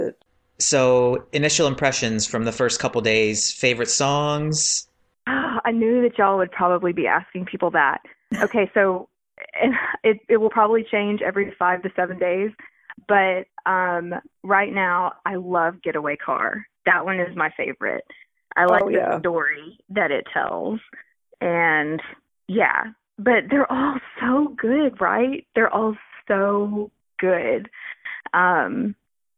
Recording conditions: phone line